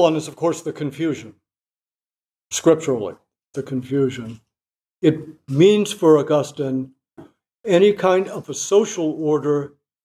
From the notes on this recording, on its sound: This lecture was given on June 12, 2023 at the Dominican House of Studies in Washington, D. As part of the 2023 Civitas Dei Summer Fellowship.